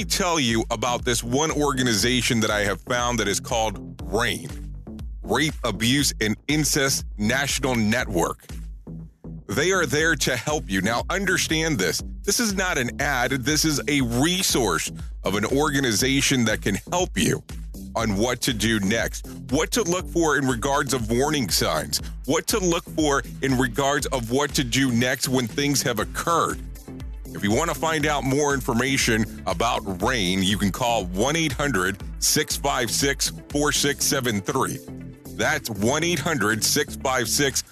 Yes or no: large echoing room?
no